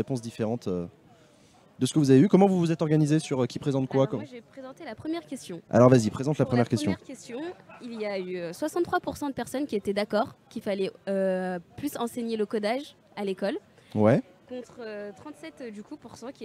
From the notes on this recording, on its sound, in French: Émission réalisée en direct des Universités d'été de Ludovia, à Ax-les-Thermes, en partenariat avec la Ligue de l'Enseignement.